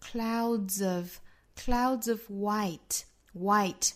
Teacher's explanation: 第一个元音是 A 到 U OW 的过渡和 A 到 I 的过渡 · Term: 双元音